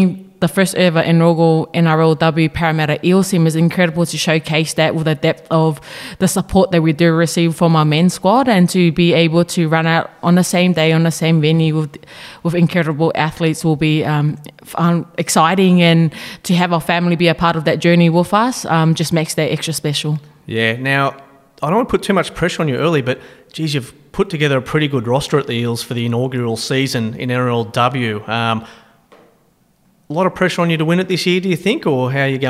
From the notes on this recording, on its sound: live from the Fox League launch at Commbank Stadium